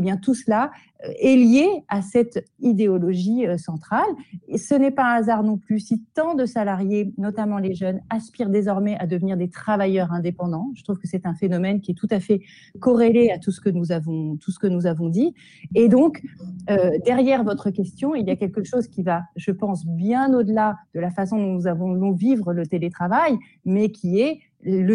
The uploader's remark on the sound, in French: lors d’une rencontre en visio